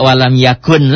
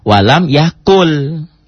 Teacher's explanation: Nun mati ketemu lam itu idgham bila guna · Shown in: second take · Jadi dibacanya enggak walam yakun lagi.